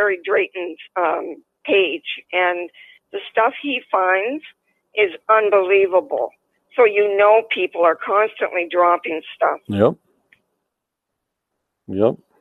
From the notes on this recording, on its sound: on the Phone !